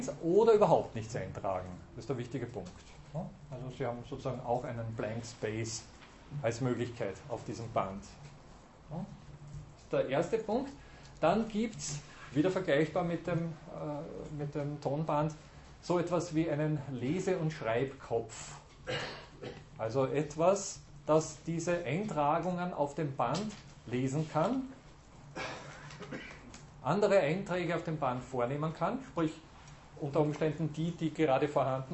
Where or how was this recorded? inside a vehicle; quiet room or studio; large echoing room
large echoing room